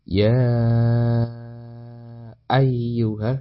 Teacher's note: ya-nya dibaca sebanyak lima ketukan atau lebih panjang daripada mat yang umumnya · Term: matfar'i